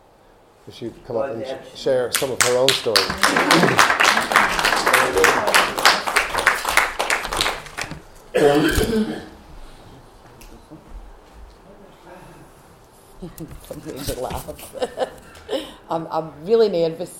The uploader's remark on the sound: Recorded at our second Resilient retreat at the beginning of 2024